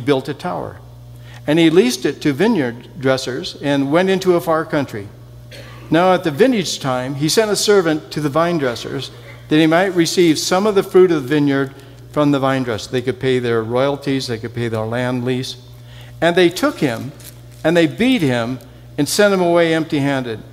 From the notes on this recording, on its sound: Session 3 from the 2019 Southwest Men's Conference